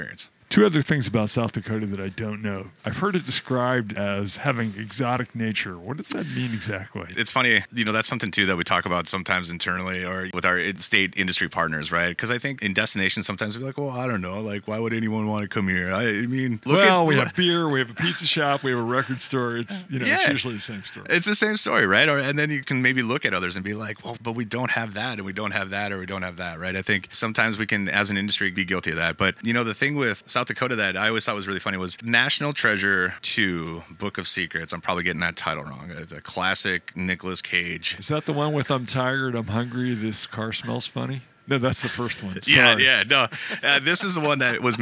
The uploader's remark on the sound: Live From ESTO. In Grand Rapids.